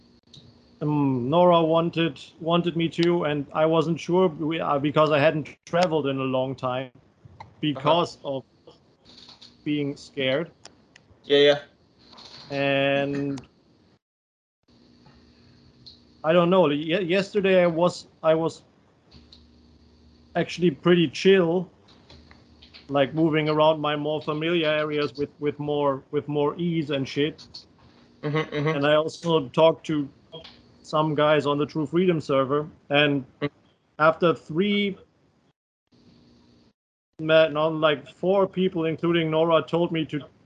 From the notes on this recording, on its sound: Skype calls.